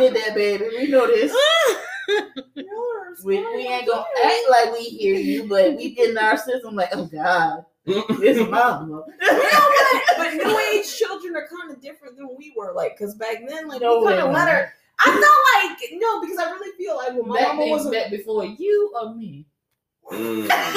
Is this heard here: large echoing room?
no